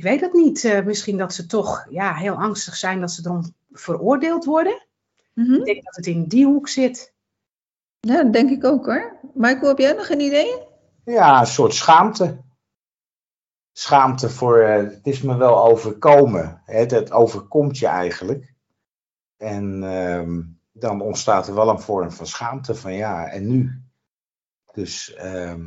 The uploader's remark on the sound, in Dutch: Die opgenomen is via Teams.